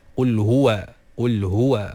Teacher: Pastikan waw tu nipis